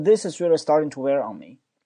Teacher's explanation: start 那个 t 呢，我舌头已经顶上去了，但是没有喷出来啊